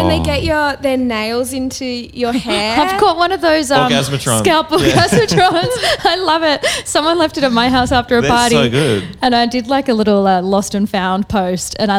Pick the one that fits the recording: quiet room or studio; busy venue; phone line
busy venue